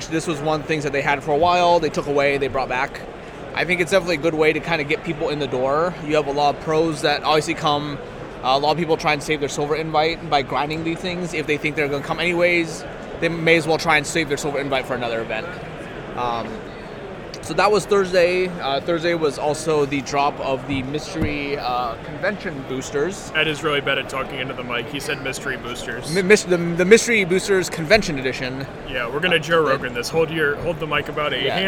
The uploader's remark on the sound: Live from GP Richmond